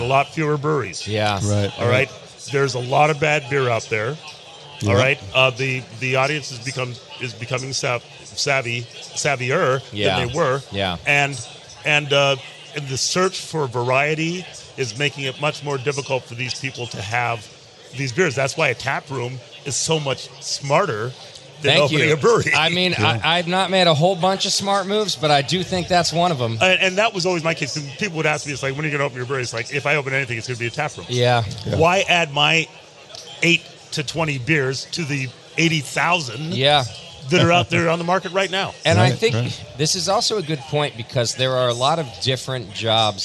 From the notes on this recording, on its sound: Live from HomebrewCon 2019. Live from HomebrewCon 2019.